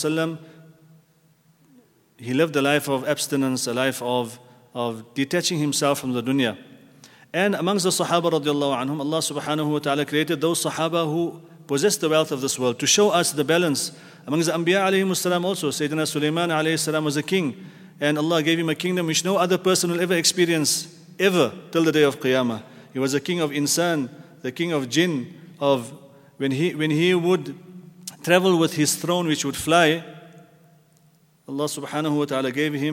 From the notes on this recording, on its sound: At the Houghton Masjid (West Street).